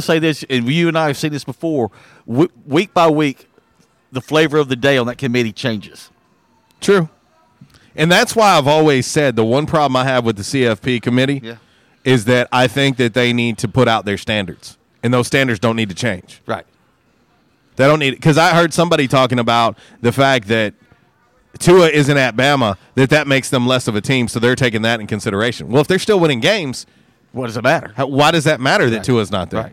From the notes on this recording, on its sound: Was “Women Rock Wednesday” LIVE from YesDog Grill! On The Ticket 95.3 Fm/970 AM, Ritter Communications Tubetown 21!